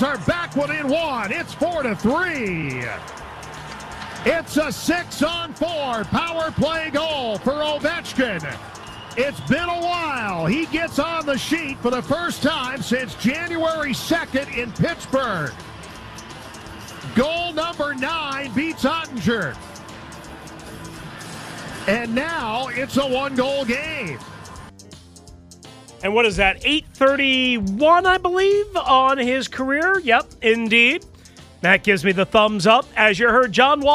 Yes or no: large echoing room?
no